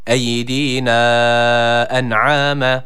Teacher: Eydina kelimesindeki dal harfini uzatıyoruz.